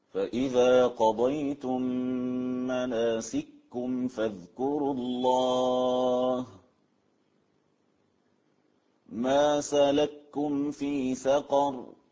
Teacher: الإدغام الكبير في كلمة واحدة للمتماثلين